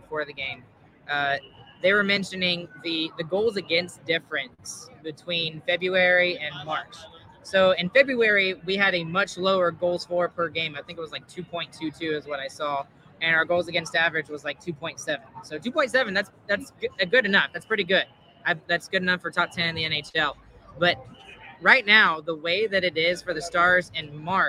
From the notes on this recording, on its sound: LIVE from PNC Plaza at the American Airlines Center